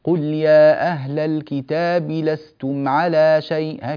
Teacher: والمد هنا في المد المنفصل هو حركتان فقط